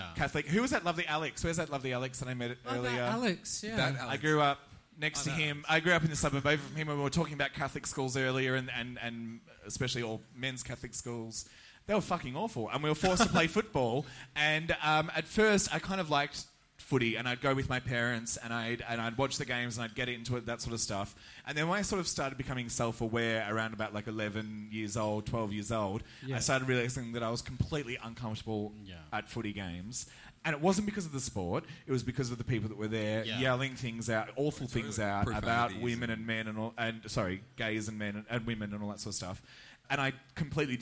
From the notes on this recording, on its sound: The Gays Are Revolting was presented live for the very first time at Midsumma Festival in Melbourne to a sold out crowd of 200 people. Note: part of the recording does distort, apologies.